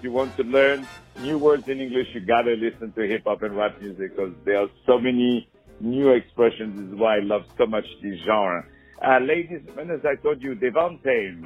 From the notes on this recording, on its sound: On the phone.